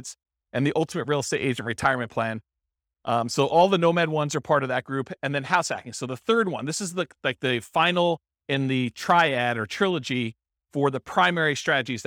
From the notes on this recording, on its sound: This was a live class recorded